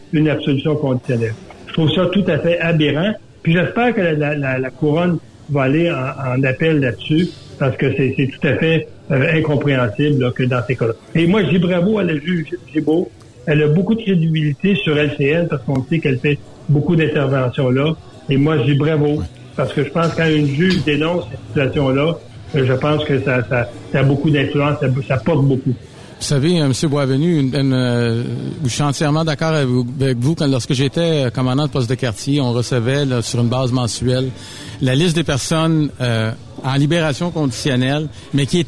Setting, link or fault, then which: setting, busy venue